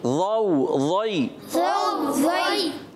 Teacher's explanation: جی ضا کو موٹا رکھنا ہے اچھے طریقے سے، اس کو زو زئی نہیں کرنا